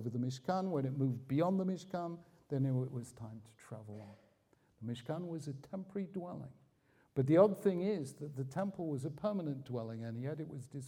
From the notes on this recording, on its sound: The video was recorded in Hampstead Garden Suburb Synagogue in London and the event was jointly sponsored by the United Synagogue and Koren Publishers Jerusalem.